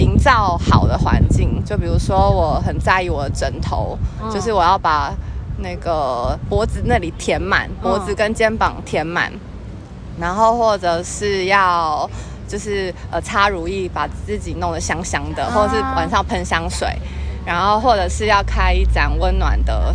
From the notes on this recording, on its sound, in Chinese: 首次街訪。首次席地而坐街頭不收音訪談(含赤裸車聲)。